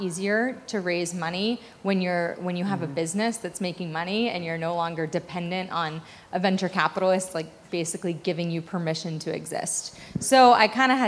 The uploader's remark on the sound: Taped LIVE at the 2019 Love Beauty Wellness Festival in Downtown LA.